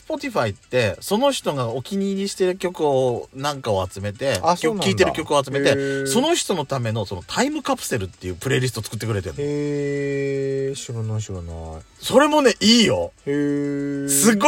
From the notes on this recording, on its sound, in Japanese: パーキング収録